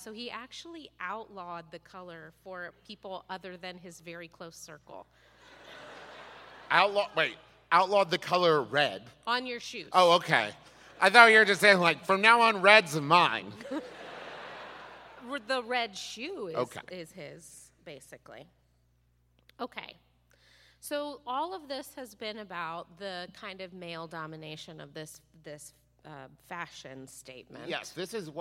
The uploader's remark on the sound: Was recorded LIVE in Pittsburg!